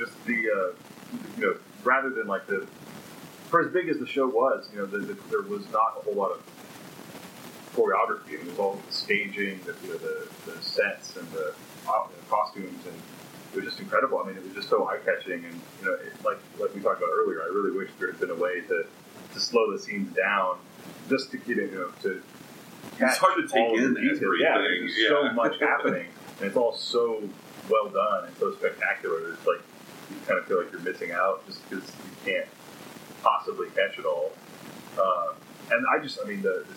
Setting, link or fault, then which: fault, poor sound quality